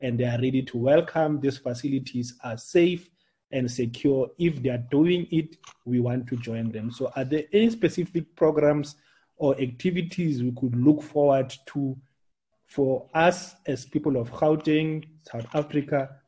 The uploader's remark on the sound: Webinar discussion